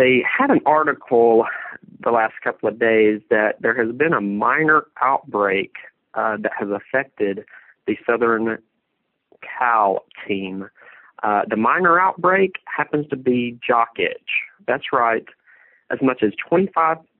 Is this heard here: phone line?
yes